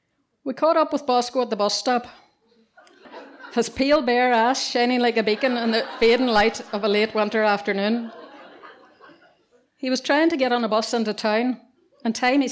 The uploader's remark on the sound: Three brilliant stories all with a strong medical theme told at different events. Tenx9 is a live storytelling event where nine people have up to ten minutes each to tell a true story from their own life on a particular theme.